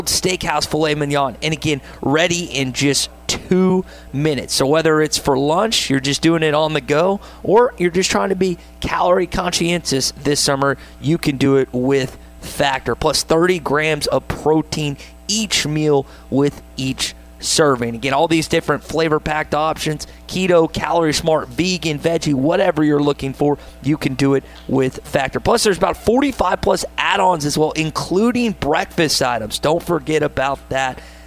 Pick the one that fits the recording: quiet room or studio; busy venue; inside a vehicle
busy venue